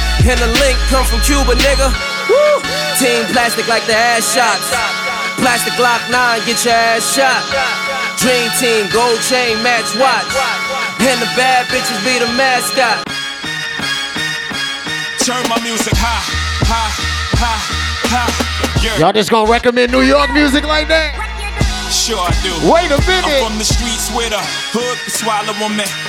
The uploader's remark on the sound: LIVE at KitchenCray Cafe